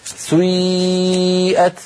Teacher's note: كلمة سيئت أصلها سيئت، سيئت على وزن فعل، لأن هذه الأفعال سيئة وأخواتها أفعال مبنية للمجهول، فبعض القبائل العربية كانوا ينطقونها بيبدأون بضمة ثم يعودون إلى الخلف فينطقون ياء · Term: حركة مركبة